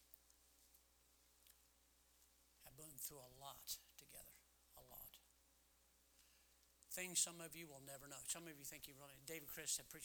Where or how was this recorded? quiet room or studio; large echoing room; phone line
large echoing room